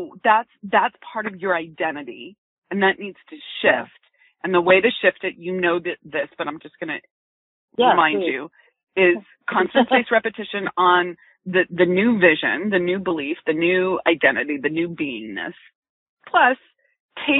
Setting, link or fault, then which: link, phone line